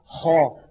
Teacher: فجرب يا أخي هكذا خا، تجد بأن هواء الحرف يتجه إلى قبة الحنك الأعلى، إلى سقف الحلق · Term: الاستعلاء